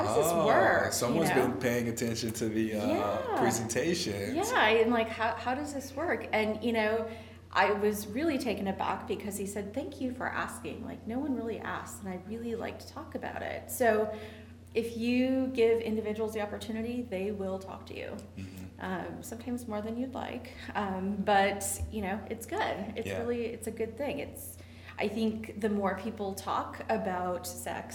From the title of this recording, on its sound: Live From STD Engage